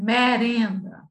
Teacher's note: o falar baiano, que tem uma característica muito marcante, que é a abertura das vogais